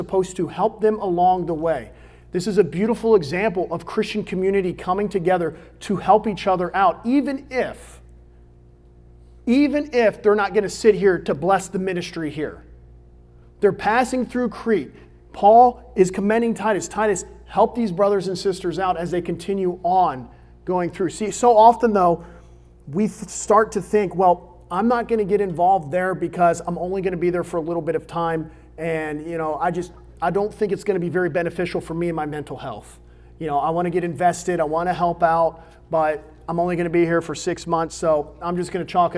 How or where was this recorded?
large echoing room